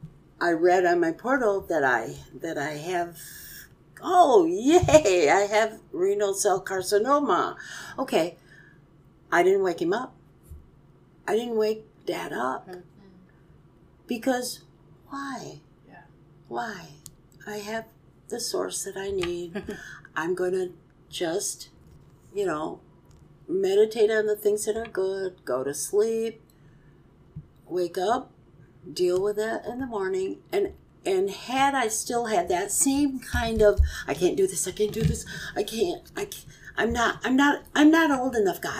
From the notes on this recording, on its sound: The audio is somewhat rough as we were not in a recording studio, but a cottage.